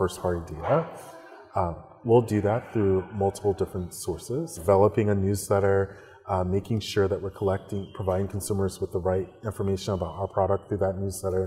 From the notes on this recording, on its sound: Recorded during CGT’s annual Consumer Goods Sales & Marketing Summit in New York